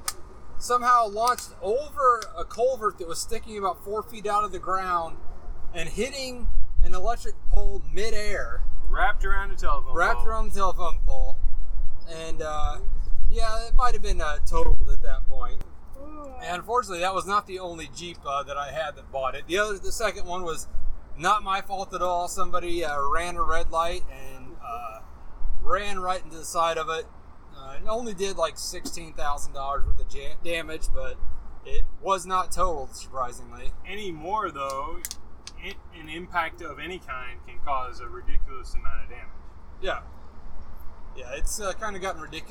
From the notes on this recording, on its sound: We are live at the Bommarito 500